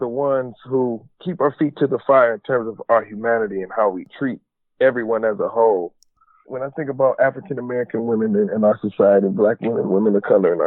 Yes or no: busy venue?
no